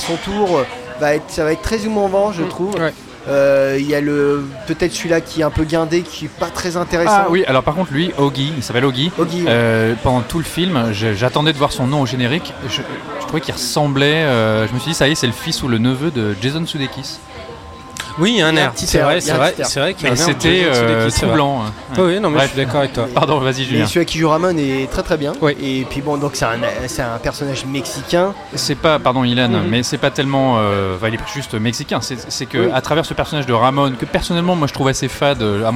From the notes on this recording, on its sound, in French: Enregistré au Hurling pub (8 Rue Descartes, 75005 Paris), le vendredi 30 août 2019.